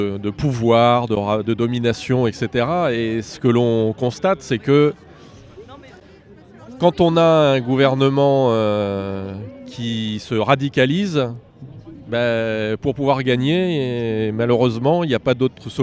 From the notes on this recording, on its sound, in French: En manif. C'est une chronique en direct de la manifestation contre le projet de réforme des retraites.